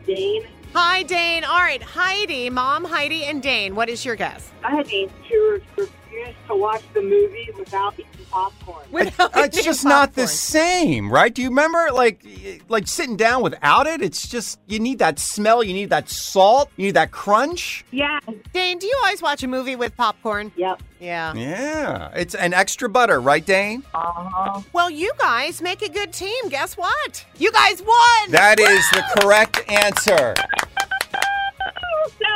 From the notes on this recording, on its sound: Listeners call in to share their memories.